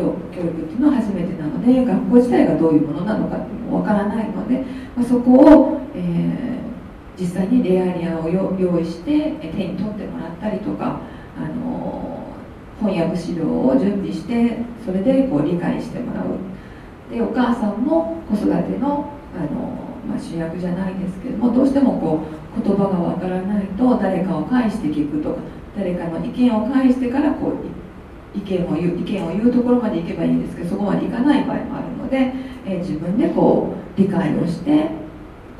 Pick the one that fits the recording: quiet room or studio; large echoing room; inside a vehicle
large echoing room